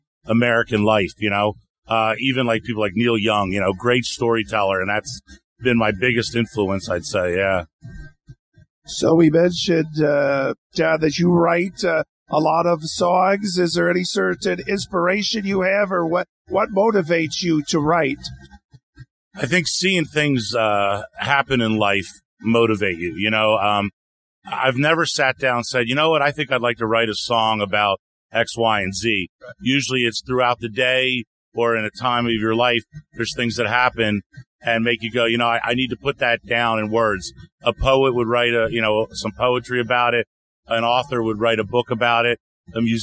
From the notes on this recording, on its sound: Today as we once again record our show at The Sanford Music Festival in Sanford, Florida